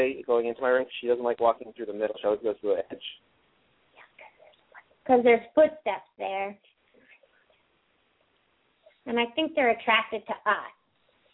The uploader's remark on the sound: open up the lines for listeners to call